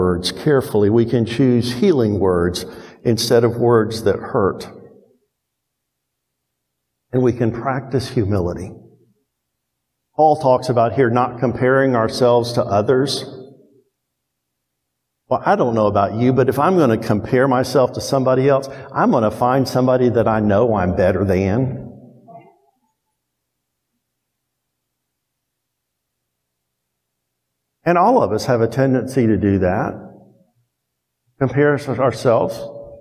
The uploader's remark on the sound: Preached to Towne View Baptist Church in Kennesaw, Ga on 7/3/22. First preached to Towne View Baptist Church in Kennesaw, Ga.